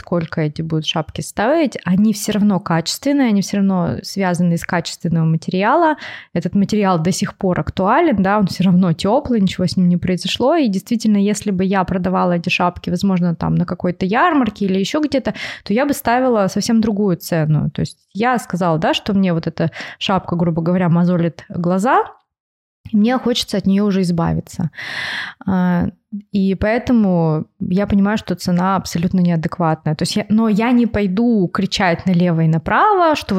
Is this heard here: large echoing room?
no